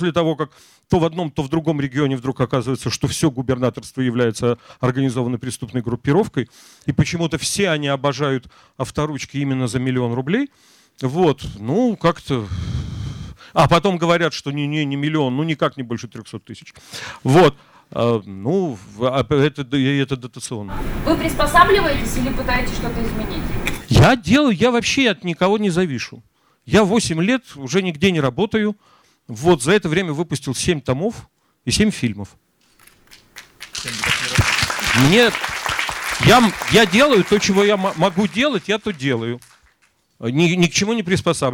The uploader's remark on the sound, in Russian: со зрителями в Екатеринбурге